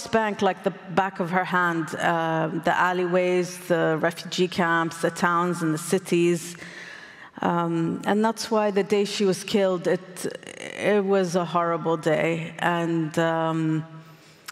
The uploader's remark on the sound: recorded at the 2023 Oslo Freedom Forum